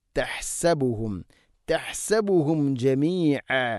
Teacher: തഹ്സബുഹും, തഹ്സബുഹും, തഹ്സബുഹും അല്ല, ഹ സുക്കൂനാണ്. ഹന് ഹന്റെ മഖ്റജ് തൊണ്ടയുടെ മധ്യഭാഗമാണ്.